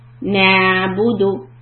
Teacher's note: We are trying so hard to get the ayin sound that it becomes bouncy and it becomes very heavy. It's very light because the ayin, we just go to the halq, to our throat